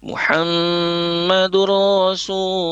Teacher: Ra, rasu yaitu tipis, kemudian Rasulullah. Nah, lafaz Allah, lafzul jalalah di sini dilafazkan tebal